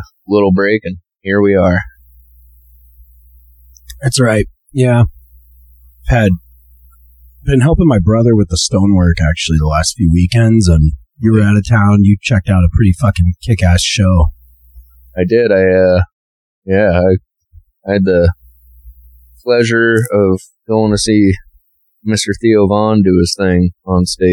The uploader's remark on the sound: This episode was recorded in early August of 2023 when we were still working out the audio kinks for quality sound. Apologies for the poor sound quality.